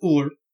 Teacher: So, the normal pronunciation is Uller. The R is quick at the end, and there's a heavy accent on the U.